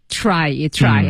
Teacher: tr 的这个音呢是要卷舌 · Term: 嘟嘴的 try